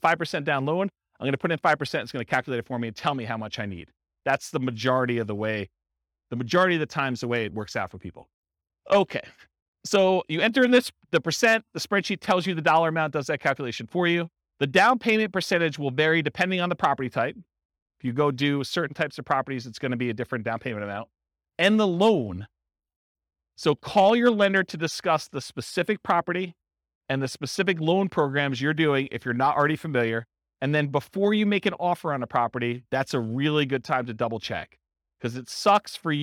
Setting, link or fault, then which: setting, live audience